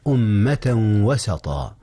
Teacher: إنه إدغام بغنة بين تنوين أمة وبين واو وسطا